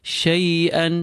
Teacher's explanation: feel the ya, but do not grab it. It's a soft letter, a diphthong. Shay'an, hamza nice and clean.